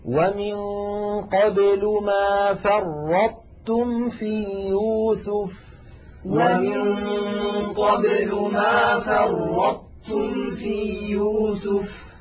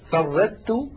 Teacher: الإدغام الناقص في الطاء التي بعدها تاء يكون بأن نطبق المخرج على طاء ثم نفتح على تاء · Shown in: first take · لأن بديل ذلك إما الإظهار وهو أن نقلقل الطاء وهذا أمر لم تفعله العرب، أو أن نحول الطاء إلى تاء ويكون النطق بتاء مشددة، فردت وهذا لم تفعله العرب، أحدت وهذا أيضا لم تفعله العرب.